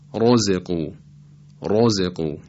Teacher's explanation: سومین حالتی که را تفخیم میشه را مضمومه هست، رایی که ضمه داره